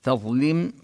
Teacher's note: ولم تظلم منه شيئا وننتبه للضاء حرف مفخم. تظلم كذلك نبين كسر اللام بوضوح كسرا كاملا